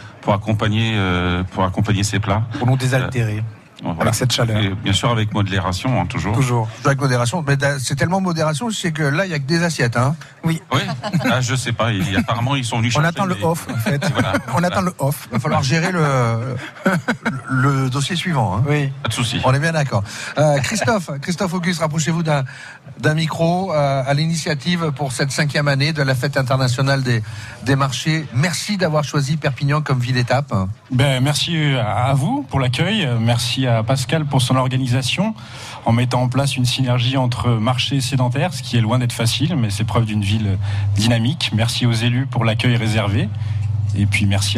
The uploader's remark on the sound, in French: En direct de la Fête des Marchés Place de la République à Perpignan